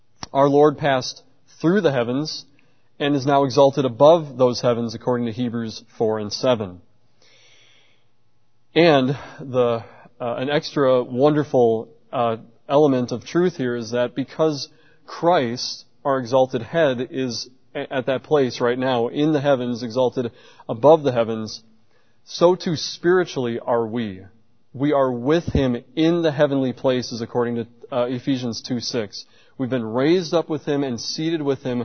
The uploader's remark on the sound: at Covenant Baptist Church in New Berlin, Wisconsin